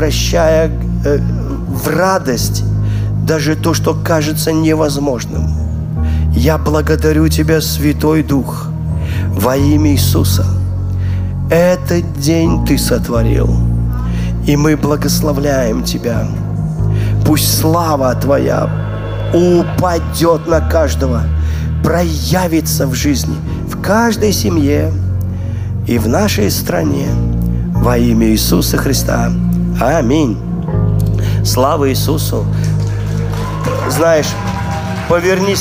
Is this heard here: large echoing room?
yes